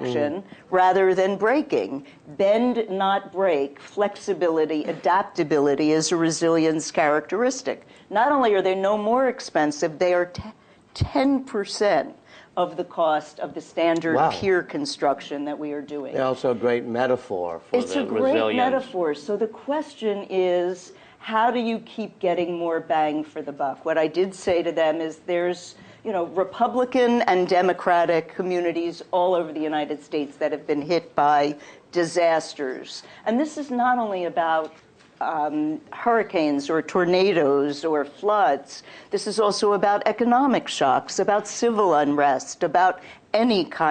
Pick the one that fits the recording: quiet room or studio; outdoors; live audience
live audience